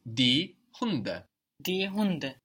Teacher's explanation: we notice also that the D is soft again, because it's not on the end of the syllable